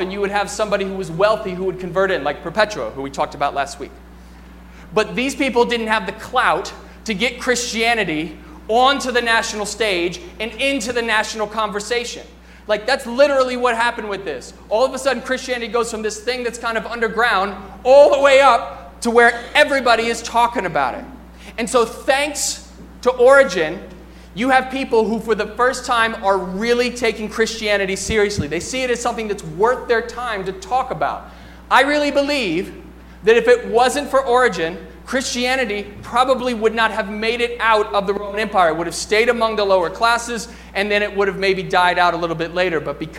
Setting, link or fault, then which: setting, large echoing room